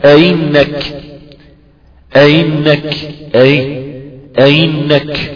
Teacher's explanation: همزة مسهلة بين بين، بين الهمزة وبين الياء